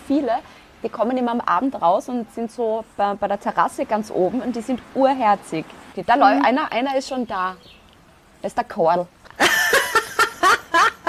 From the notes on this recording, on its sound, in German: Hintergrundgeräusche gibts oben drauf